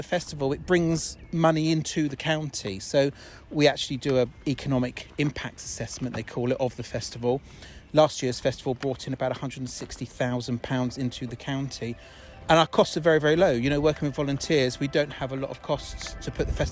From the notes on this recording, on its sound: laces up her walking boots and takes her dog for a stroll